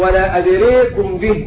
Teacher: ومعنى هذا كلمة أدرى أول موضع في القرآن الكريم في قوله تعالى ولا أدريكم به، قرأها شعبة بإمالة الألف